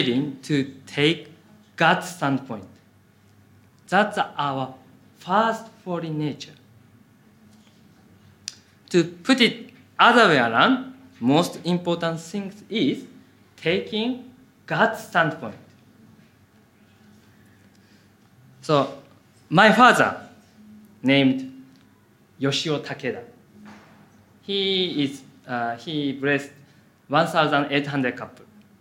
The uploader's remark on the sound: Audio from a sermon in Hatch End